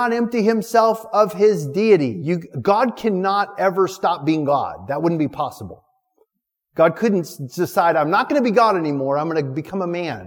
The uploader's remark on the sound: Recorded November 7th, 2019 at our Thursday evening service. City on a Hill Church.